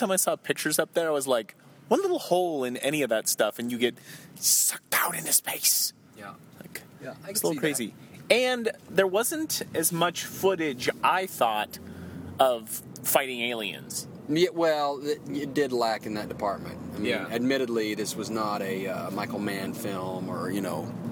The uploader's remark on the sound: Do their first show while driving to the Johnson Space Center in Houston, TX.